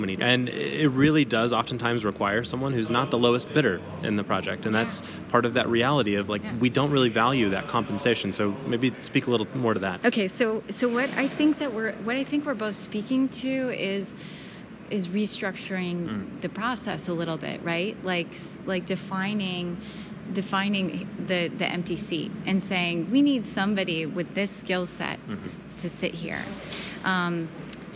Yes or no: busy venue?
yes